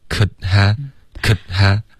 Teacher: Could happen 这个可结尾没有一个干脆的停顿，你没有顶舌尖，你发成了可哈